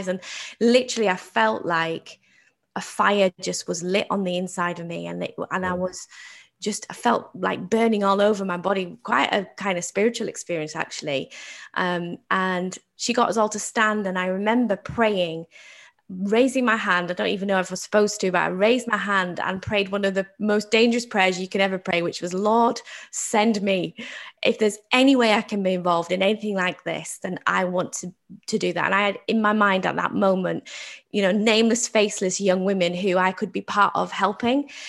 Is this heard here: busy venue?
no